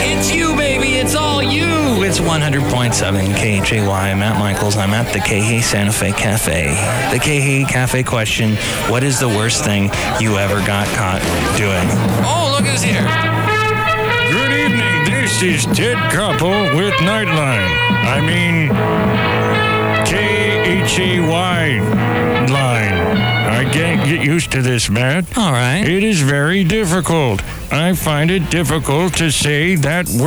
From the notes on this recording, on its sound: podcasts live from Café Anyway